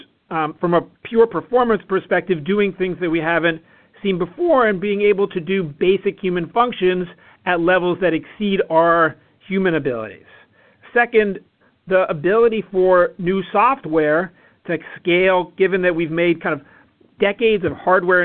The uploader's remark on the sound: Conference Call